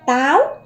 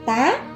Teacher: mẹ phát âm từ tá, mở to miệng và giữ nguyên. Táo, mở to miệng rồi dần khép lại, ngậm miệng lại để tạo thành âm áo